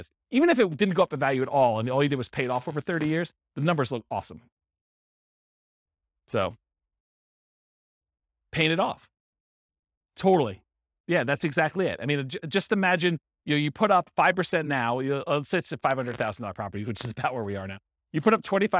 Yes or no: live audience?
yes